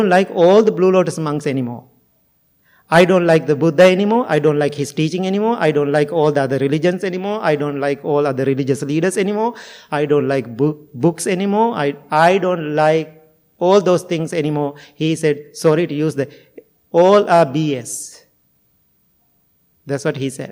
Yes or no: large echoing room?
yes